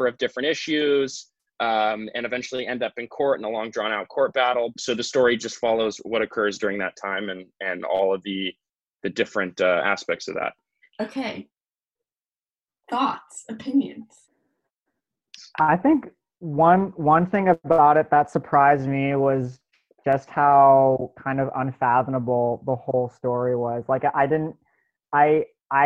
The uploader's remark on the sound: Four of our audio staffers get together over Zoom.